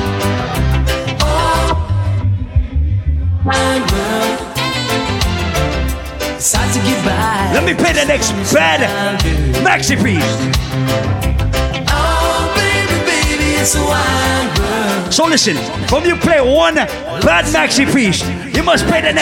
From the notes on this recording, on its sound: Live audio recording of my set at island saturdays on Saturday Nov 5th.